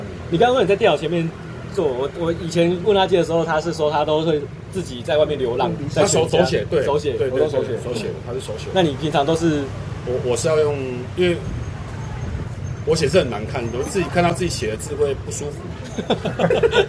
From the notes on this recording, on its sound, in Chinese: 錄音地點：台南 牽咖啡